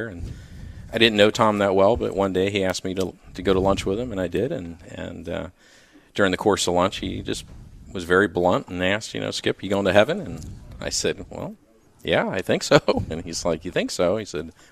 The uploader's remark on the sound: LIVE remote at their sprawling HQ in Sarasota (Fl)